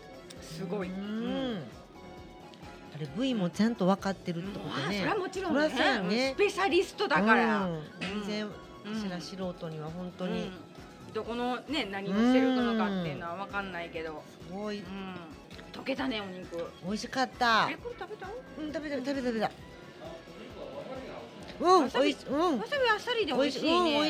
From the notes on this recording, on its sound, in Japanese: 炭火焼肉・ステーキ萬華。お肉の解体ショーを目の前で見ながらA5ランクの最高級焼き肉をいただきましての収録です。